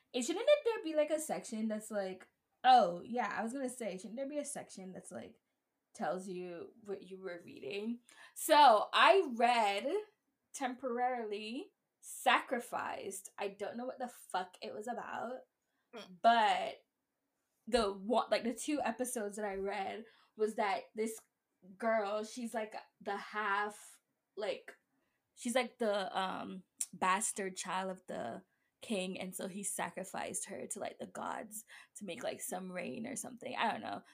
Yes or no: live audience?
no